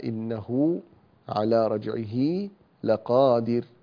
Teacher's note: نصلها، يعني نزود كده حركتها حركتين، بياء إن كانت مكسورة وبواو إن كانت مضمومة، لكن عندنا شرط وهو أن تقع بين متحركين، يعني يكون قبلها متحرك وبعدها متحرك، فإذا وقع قبلها ساكن أو بعدها ساكن فإننا لا نصلها. · Term: مد الصلة